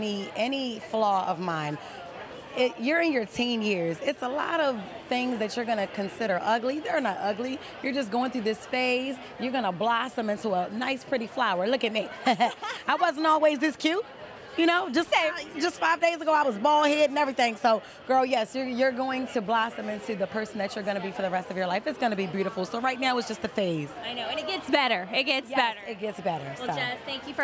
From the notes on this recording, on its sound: Live on the Pink Carpet. From the Teen Choice Awards pink carpet.